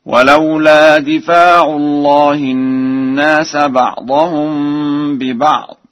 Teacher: قرأ ورش بكسر الدال وفتح الفاء وألف بعدها في لفظ دفع هكذا: ولولا دفاع الله الناس بعضهم ببعض.